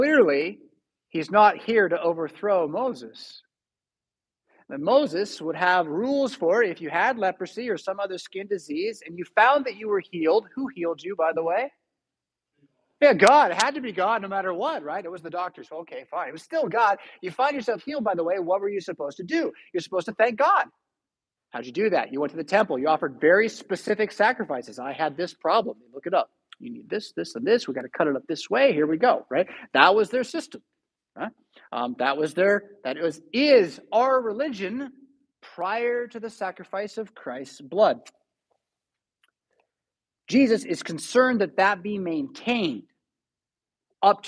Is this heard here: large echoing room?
yes